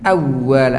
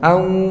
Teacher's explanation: kalau ada wawu di tasydid ya dihentakan biar enggak keluar gunahnya · Shown in: first take · Awwala bukan au enggak dimaksud hidung ya.